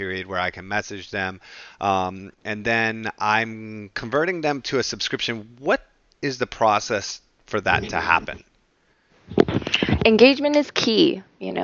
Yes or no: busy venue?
no